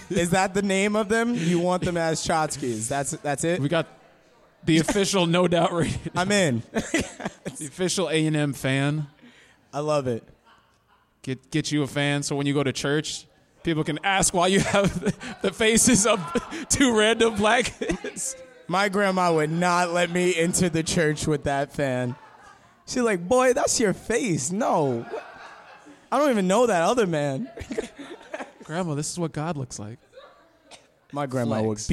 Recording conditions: busy venue